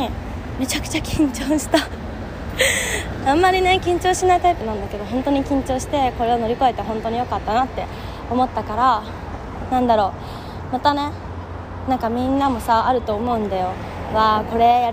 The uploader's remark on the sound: Interviews on the street. 今回は初めて路上インタビューというものをしてみて感想と、実際のインタビューも収録してみたので是非聞いてみてね！